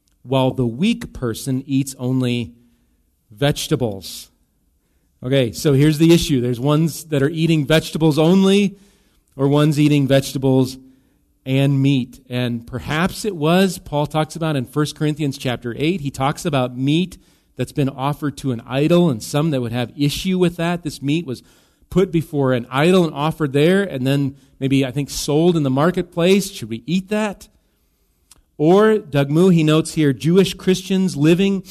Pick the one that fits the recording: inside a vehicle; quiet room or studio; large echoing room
large echoing room